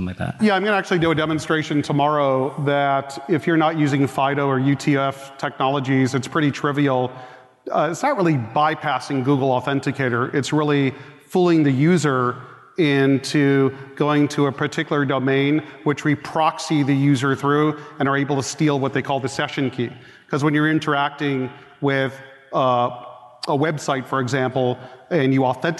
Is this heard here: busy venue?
yes